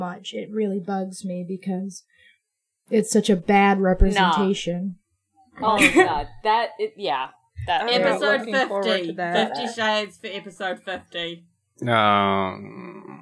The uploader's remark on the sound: the audio quality on this one is not up to usual standards